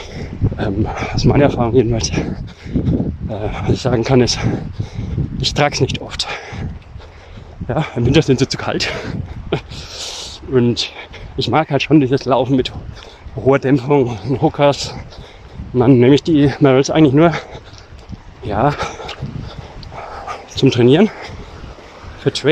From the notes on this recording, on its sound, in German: Seid "quasi" live dabei, beim Barfuß laufen am Strand.